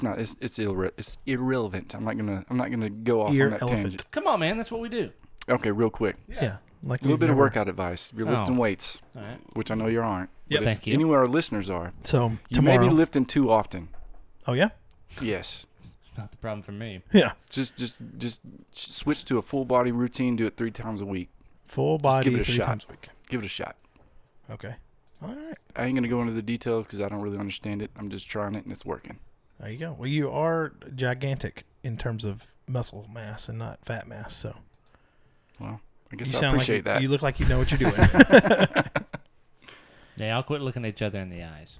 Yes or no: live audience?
no